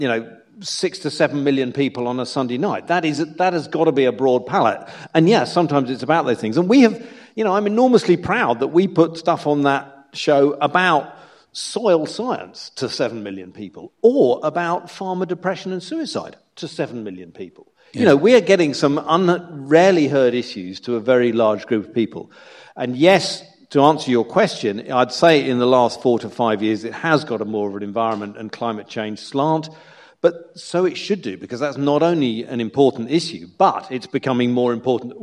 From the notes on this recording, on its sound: To a live audience at Bruntwood’s Bright Building at Manchester Science Park, and you can now enjoy the live recording of that talk in full.